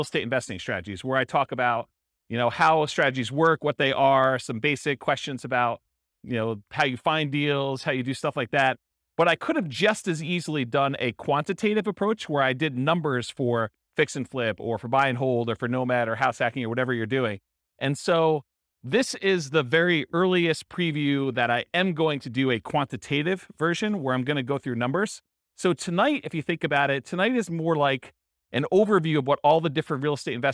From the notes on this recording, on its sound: This was a live class recorded